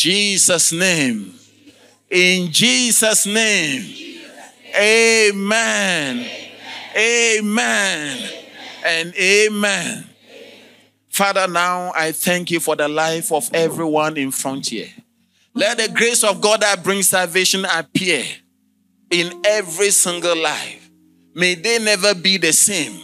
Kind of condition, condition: setting, large echoing room